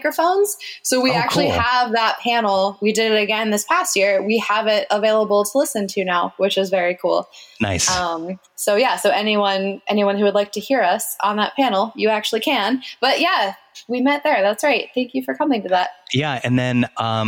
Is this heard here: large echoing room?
no